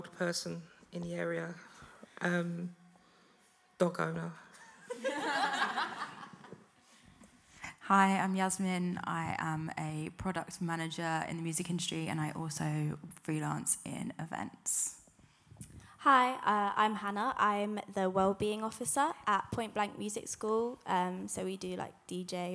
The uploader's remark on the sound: Panel talk on mental health in the creative industry recorded to a live audience at Many Hands in Bermondsey, London.